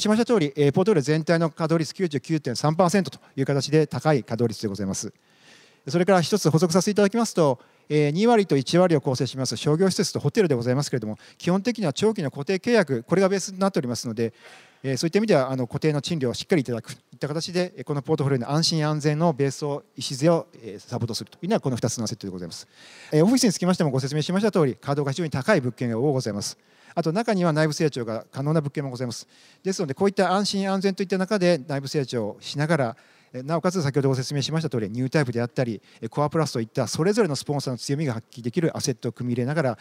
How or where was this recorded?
busy venue